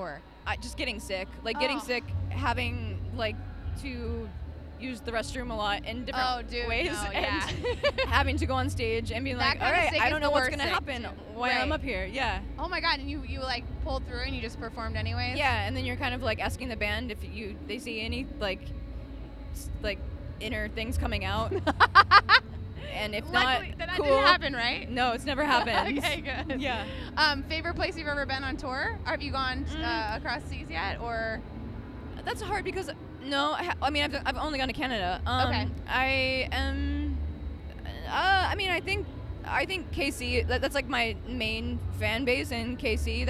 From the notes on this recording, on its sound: Babecast is LIVE from The Big Ticket! Sat down backstage with the super talented singer-songwriter.